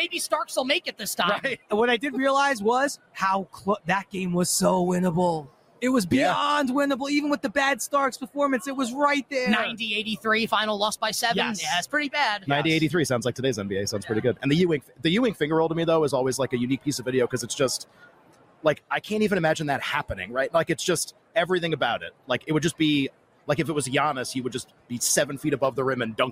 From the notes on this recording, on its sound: LIVE FROM RADIO ROW!